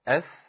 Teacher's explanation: يلامس أطراف الثنايا العليا من الداخل، ده يجيب الثاء